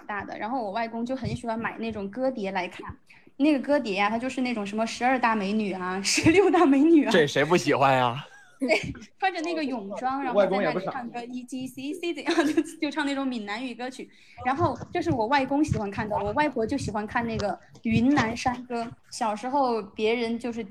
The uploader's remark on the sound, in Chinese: 是之前「基本无害线上聊天室——老歌会」的录音剪辑而成的